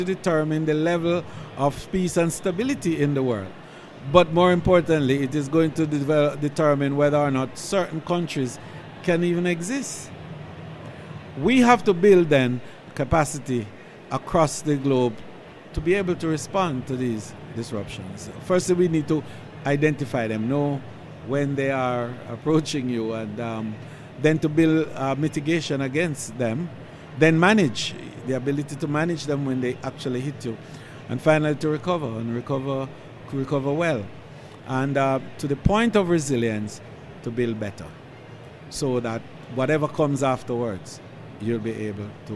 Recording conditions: busy venue